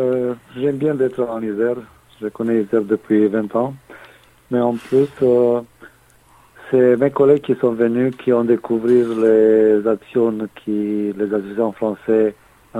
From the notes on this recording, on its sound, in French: Par téléphone. (Club de sports de montagne de Hunedoara – Roumanie).